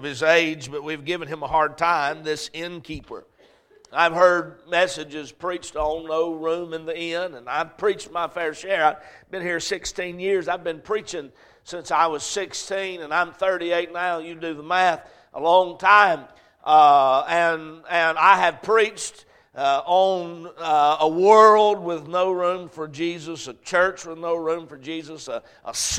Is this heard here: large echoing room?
yes